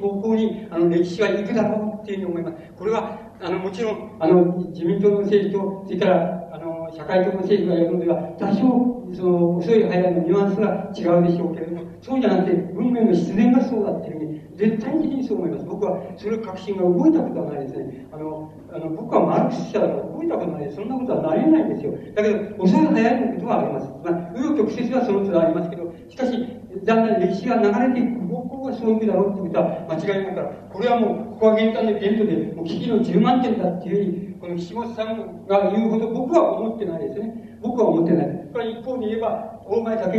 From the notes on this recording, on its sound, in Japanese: 場所：長岡市北越銀行ホール。音源は主催者提供だが、 客席から録音されたもの。